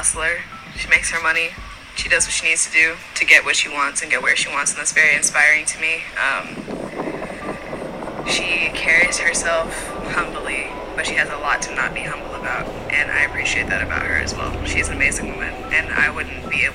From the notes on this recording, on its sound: I am a novice with recording and editing my own podcast so pardon the sound quality.